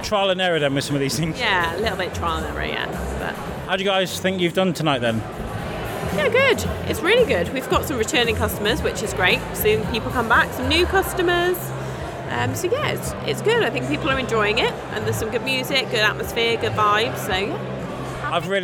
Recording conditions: outdoors